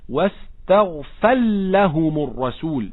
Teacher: كلمة واستغفر آخرها راء مفتوحة، وكلمة لهم أولها لام مفتوحة، فهنا مدغم كبير للسوسي. قال الشاطبي: وفي اللام راء وهي في الراء، هكذا يدغم.